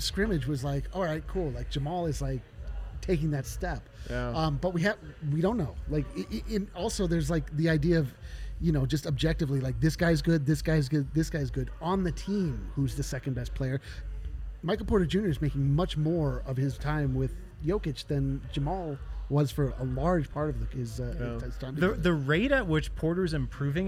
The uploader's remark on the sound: The guys are live from the DNVR Bar